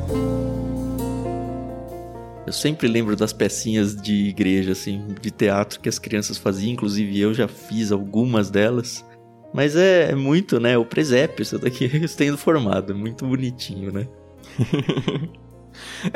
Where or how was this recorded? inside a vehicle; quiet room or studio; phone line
quiet room or studio